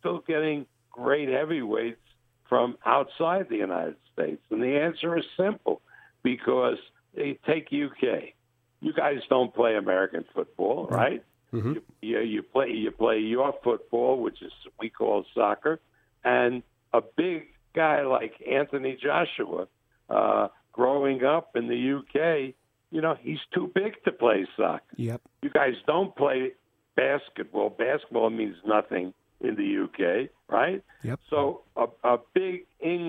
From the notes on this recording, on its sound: We start the week off with a telephone call